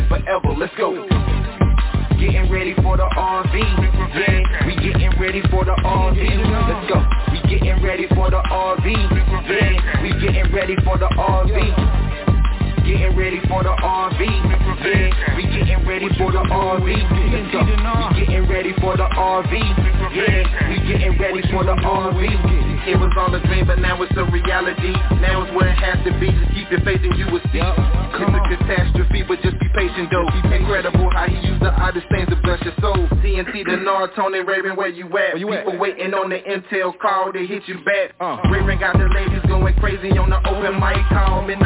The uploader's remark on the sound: TNTSuperfantastic Conference Call.